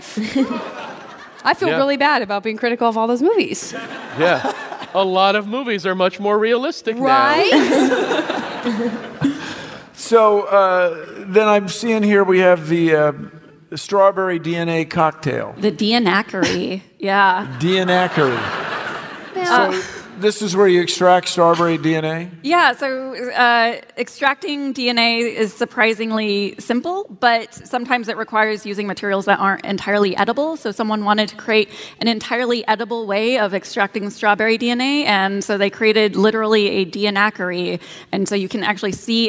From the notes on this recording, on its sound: StarTalk Live! Citizen Science from San Francisco. Recorded live at SF Sketchfest 2017.